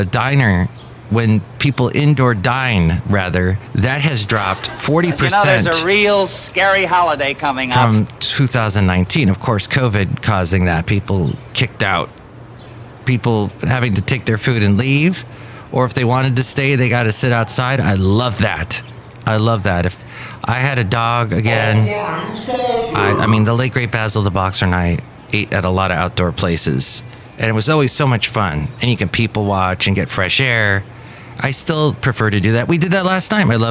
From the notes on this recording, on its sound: podcasts live from Café Anyway